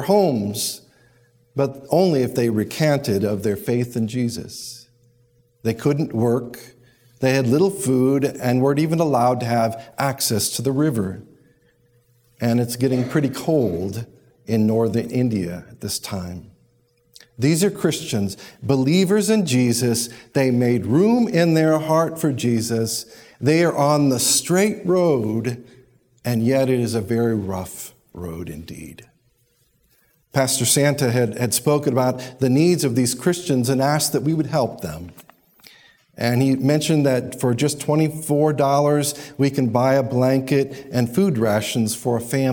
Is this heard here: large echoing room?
yes